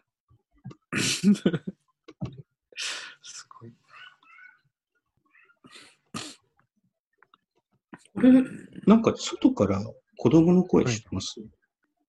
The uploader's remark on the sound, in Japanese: ZOOMの録りやすさ。収録地：それぞれの家（ZOOM収録）。